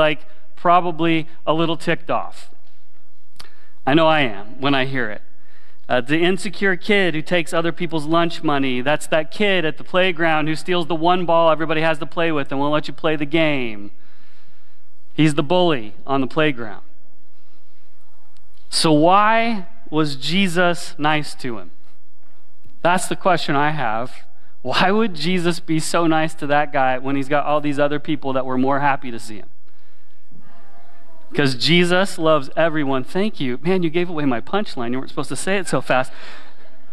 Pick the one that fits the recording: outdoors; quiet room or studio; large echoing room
large echoing room